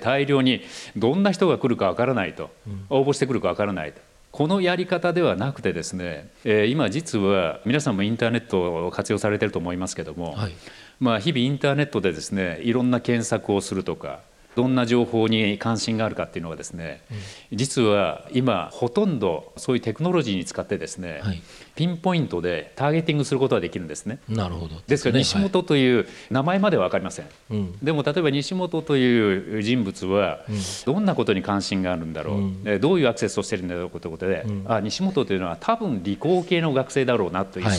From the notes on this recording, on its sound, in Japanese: 東京・東銀座の時事通信ホールで行われた「ラジオNIKKEI 相場の福の神 注目企業ＩＲセミナー」から